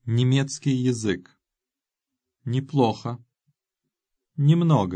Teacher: Unaccented «е» also goes to «и». · Term: unstressed я and е